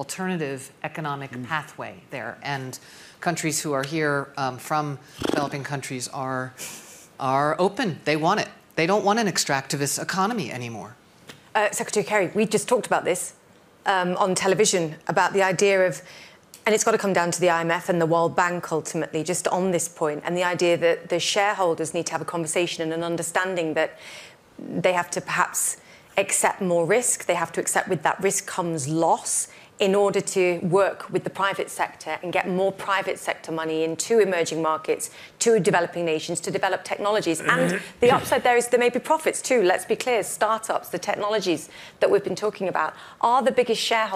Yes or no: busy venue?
yes